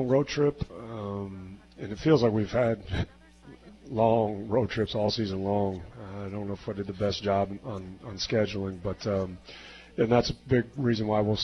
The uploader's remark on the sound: Live from Wings ETC!